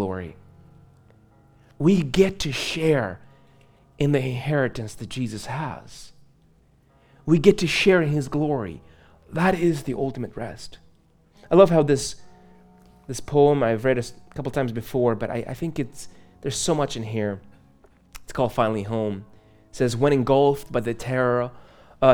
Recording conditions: large echoing room